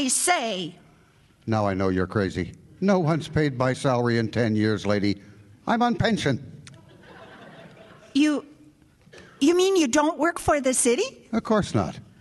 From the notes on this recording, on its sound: This spooky drama was originally produced as part of a Halloween special. With original sound effects and music. Recorded before a live audience.